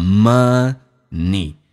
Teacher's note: Money 这个单词其实 N 是发两遍的，前后都要发